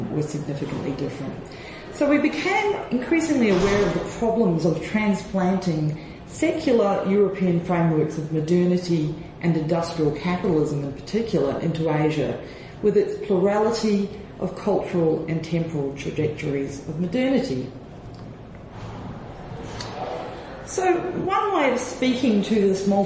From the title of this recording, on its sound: Plenary Address FILLM Conference, India